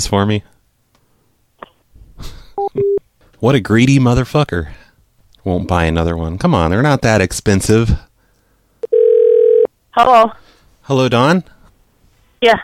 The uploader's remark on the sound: …'s Personal Prank Phone Calls Collection.